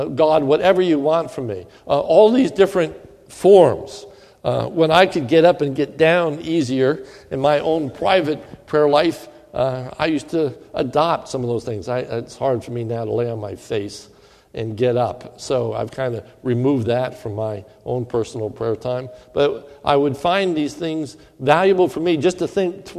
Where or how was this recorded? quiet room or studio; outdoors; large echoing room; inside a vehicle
large echoing room